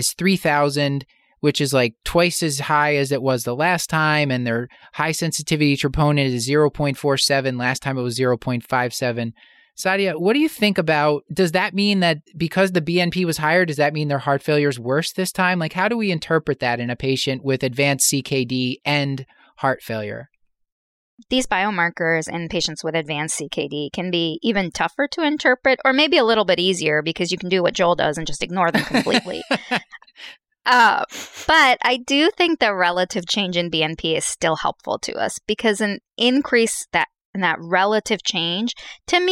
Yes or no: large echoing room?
no